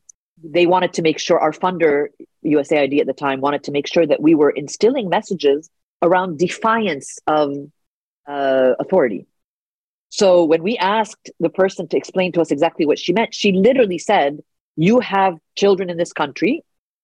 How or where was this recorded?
video call